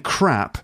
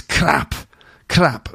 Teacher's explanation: There's that sort of slightly rhotic R, which I think they call it an alveolar flap, which is not the most attractive name for a bit of pronunciation. But the alveolar flap, that's where the tongue sort of flaps on an R sound · Shown in: second take